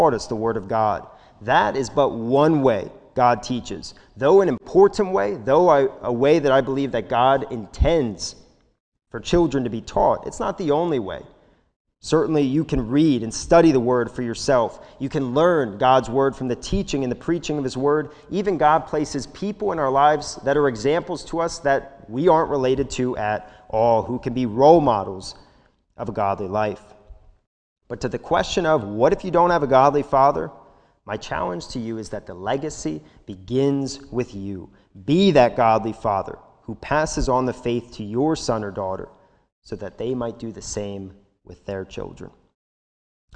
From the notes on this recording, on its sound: This sermon was recorded live at the Lebanon Bible Fellowship Church during the morning service on 6/20/2021